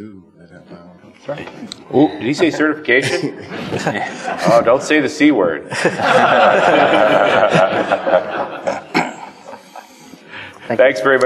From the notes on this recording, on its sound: Interview members of the Dot Net Nuke corporation and their partners in front of a live audience at the Connections conference in Las Vegas November, 2007.